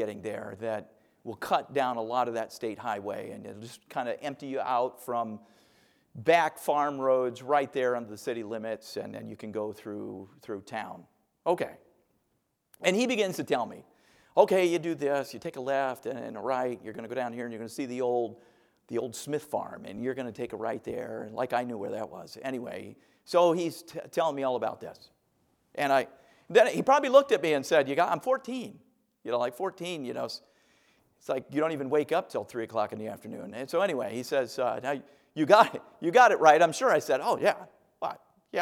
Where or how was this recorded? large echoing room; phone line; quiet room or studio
large echoing room